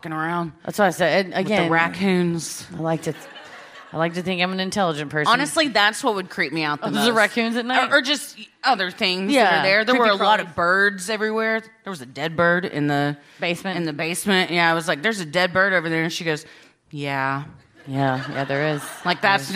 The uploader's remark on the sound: Recorded live at Funny Bone in Columbus, Ohio